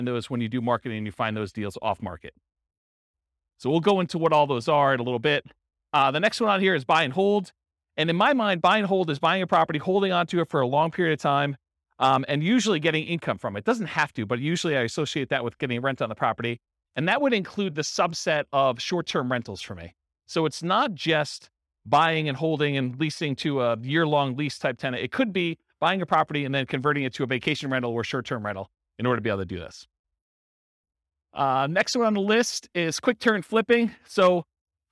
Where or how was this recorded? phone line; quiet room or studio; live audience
live audience